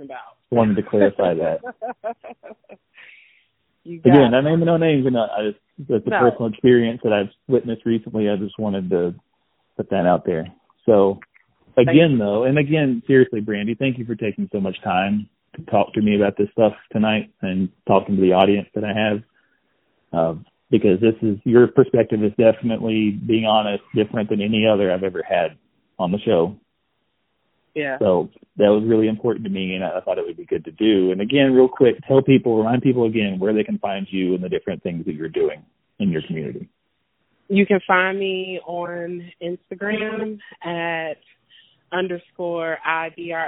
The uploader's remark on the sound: talk via telephone